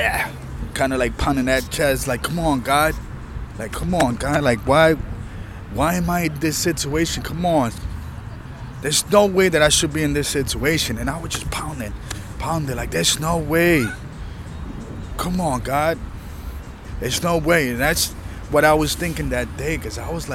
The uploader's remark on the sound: This was recorded outside during busy time in the park, enjoying the environment.